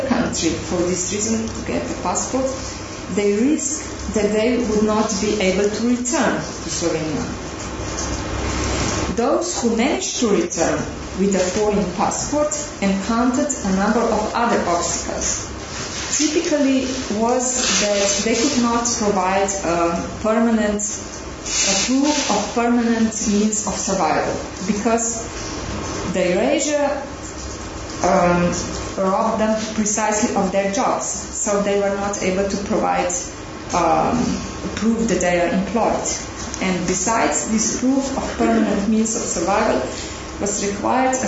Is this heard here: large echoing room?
yes